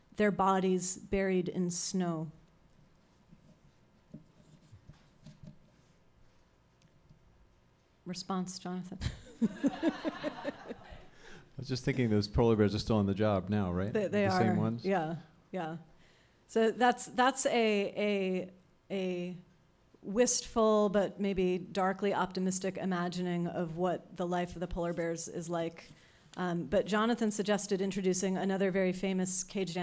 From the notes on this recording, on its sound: On Stage at Housing Works Bookstore Cafe.